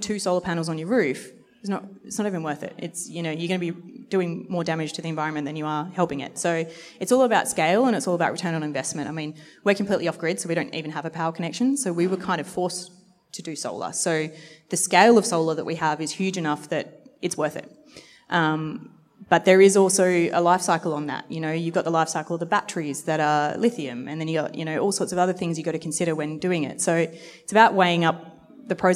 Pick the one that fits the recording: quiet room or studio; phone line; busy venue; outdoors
busy venue